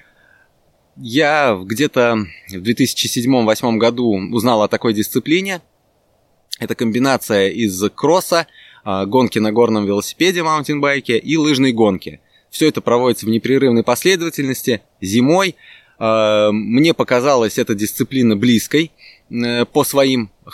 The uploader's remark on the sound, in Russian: записывали мы его прямо в лесу под звуки природы